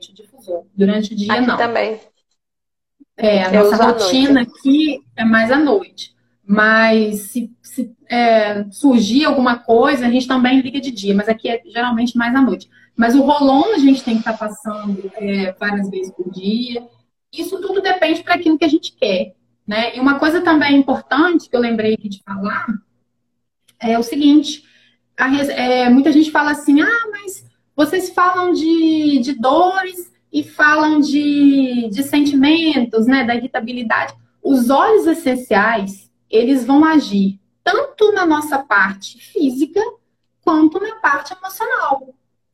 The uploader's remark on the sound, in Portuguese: gravado em Live no Instagram no dia 26-10-2020